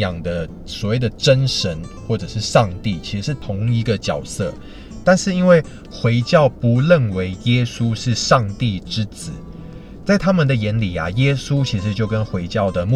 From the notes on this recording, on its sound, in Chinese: 先為爛音質說抱歉！這集在車子裡錄的。